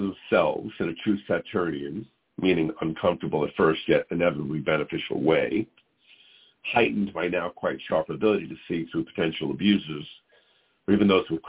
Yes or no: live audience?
no